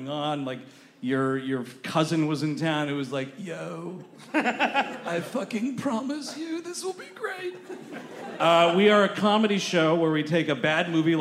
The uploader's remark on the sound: Live at the Brooklyn Podcast Festival! Recorded live at The Bell House in Brooklyn, New York.